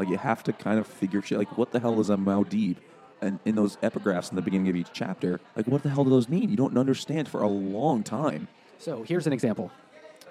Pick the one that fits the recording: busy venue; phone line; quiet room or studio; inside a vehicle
busy venue